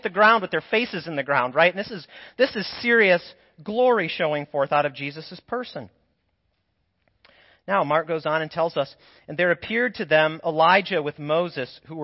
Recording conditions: large echoing room